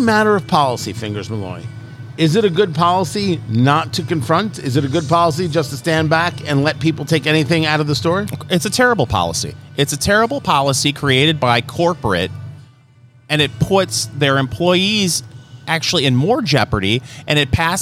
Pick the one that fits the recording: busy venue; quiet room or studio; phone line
busy venue